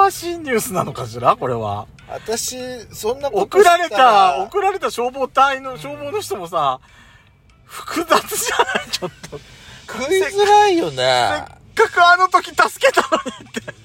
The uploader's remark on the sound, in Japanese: パーキング収録